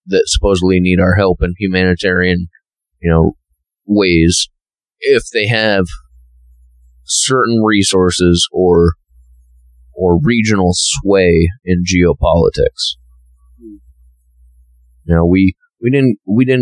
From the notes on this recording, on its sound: This episode was recorded in early August of 2023 when we were still working out the audio kinks for quality sound. Apologies for the poor sound quality.